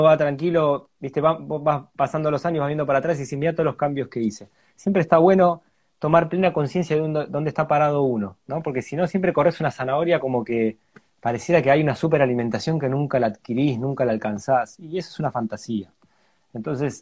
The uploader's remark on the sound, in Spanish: Audio de la charla en vivo por Instagram